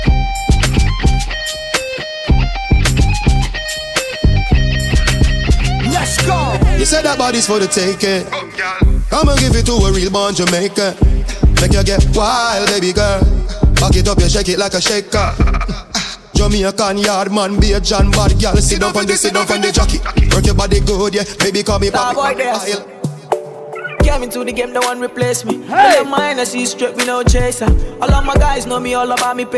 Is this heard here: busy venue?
yes